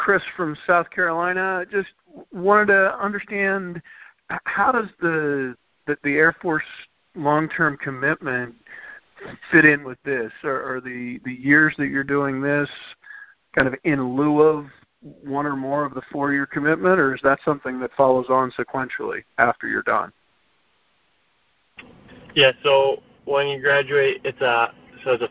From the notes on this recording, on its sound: The recording of this special Veteran&#8217;s Day conference call. The recording of this special Veteran’s Day conference call.